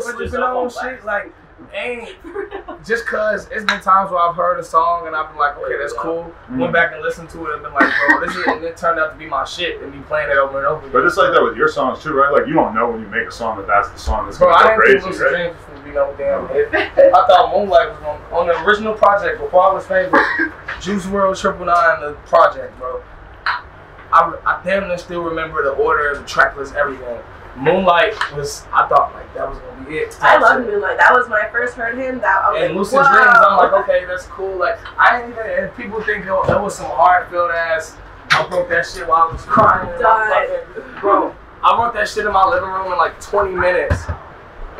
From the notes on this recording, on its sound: Recorded at Wireless Festival in London, U.K.